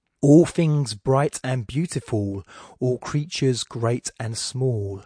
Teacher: a four-stress line followed by a three-stress line followed by a four-stress line followed by a three-stress line · four stress first line, three stress second line, four stress third line, three stress fourth line